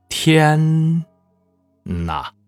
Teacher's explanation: 我们就拿前鼻音那个尾音和啊直接连读